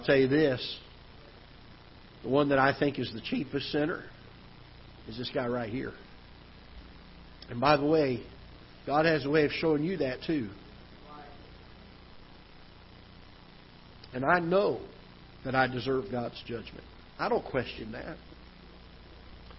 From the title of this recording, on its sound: Ketha Heights Baptist Church ~ Live Broadcast